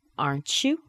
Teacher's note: The T and the Y connected. We get that CH sound.